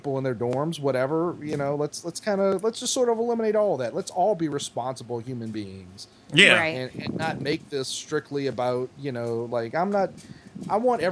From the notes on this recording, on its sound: The entire crew is here !! Live from a bar in Atlanta !!